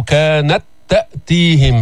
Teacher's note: تاء ساكنة دخلت في تاء متحركة، نفس الحرف نفس المخرج نفس الصفات، فإذا إدغام المثلين أو المتماثلين.